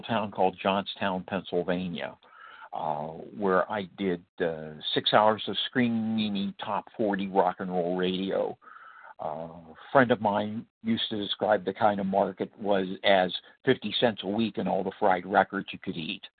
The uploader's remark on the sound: qualification from the 100 Pounders Phone Meeting